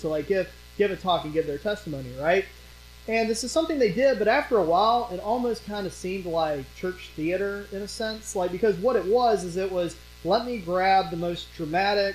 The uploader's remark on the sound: During this sermon, the pastor's mic was muted from recording so the audio was salvaged from other microphones on the stage. As a result, the quality is very low.